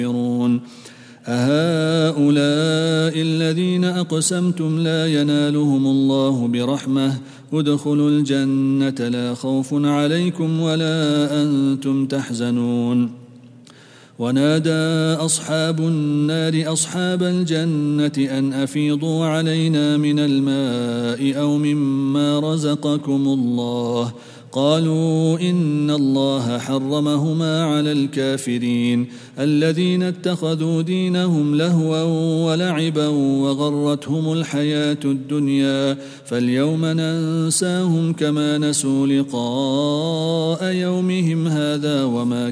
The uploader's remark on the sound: At the Houghton Masjid (West Street).